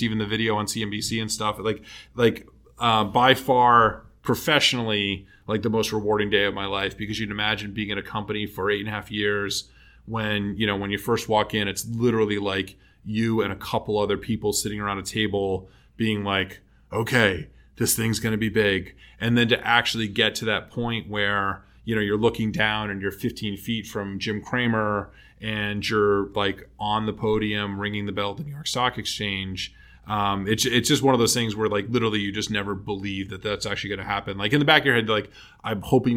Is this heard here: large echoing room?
no